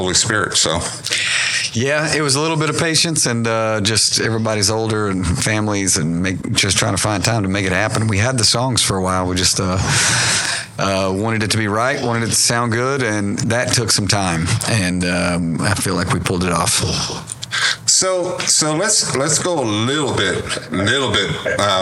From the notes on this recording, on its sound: TODAY AT A LIVE PREFORMANCE.